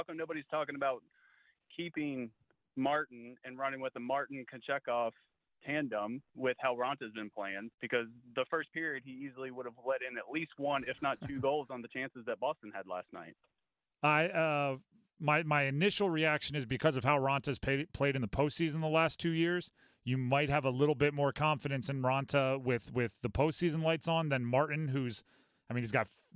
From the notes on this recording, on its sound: Also, fans call in to give their reaction to the hiring.